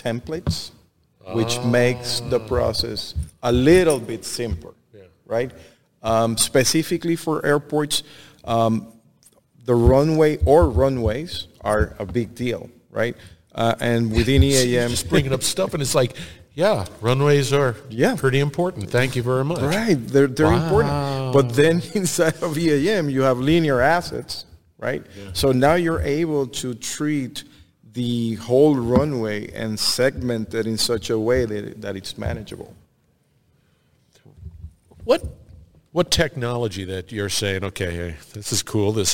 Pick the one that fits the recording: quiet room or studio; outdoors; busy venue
busy venue